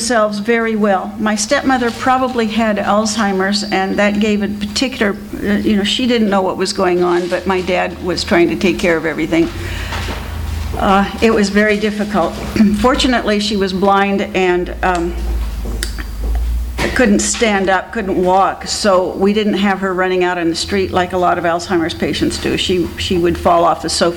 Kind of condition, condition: setting, live audience